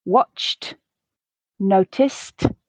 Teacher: this letter D should naturally come out as a voiceless T sound if the preceding consonant sound is itself voiceless